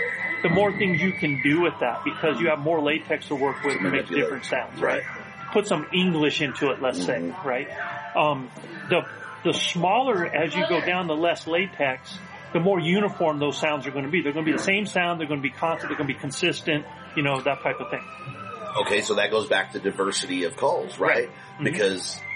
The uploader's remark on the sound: live in-person episodes from the NRA Whittington Center in New Mexico under the Western Hunt Fest banners